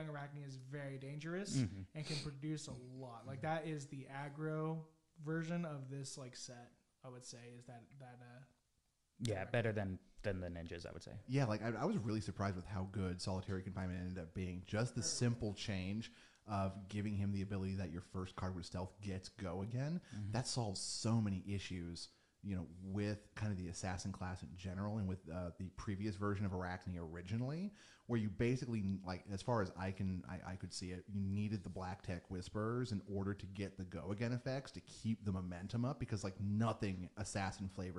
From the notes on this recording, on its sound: with a little audio issues, its more quite then we normally like!